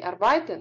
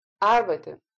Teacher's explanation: Это слово произносится с ударением на первый слог. · Shown in: second take · Большая просьба запомнить, потому что звучит не очень красиво и режет слух, если вы говорите arbeiten.